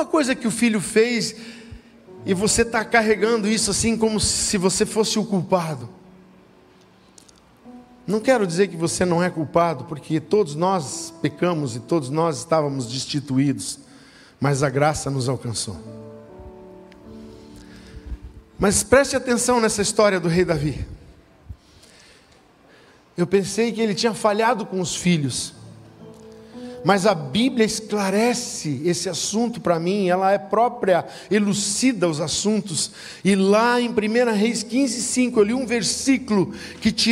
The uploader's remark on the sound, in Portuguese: Culto de Celebração. Na Igreja ABA Blumenau (Transmitido ao vivo).